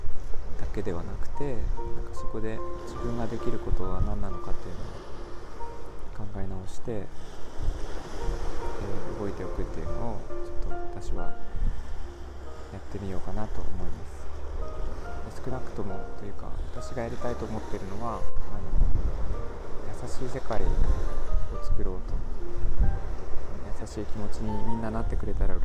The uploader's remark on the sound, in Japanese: 強い海風でお聞き苦しいところがあります